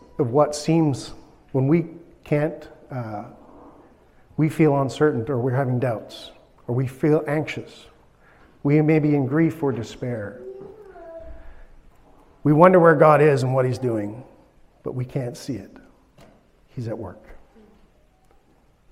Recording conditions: large echoing room